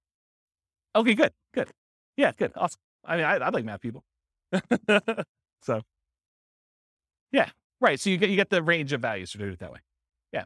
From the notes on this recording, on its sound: This was a live class recorded